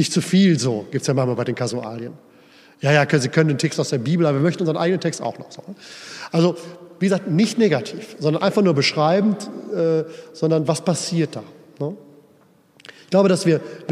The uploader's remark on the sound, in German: Hielt im Rahmen der Pastoralkonferenz am 24. November 2021 in der Erfurter Brunnenkirche diesen Vortrag.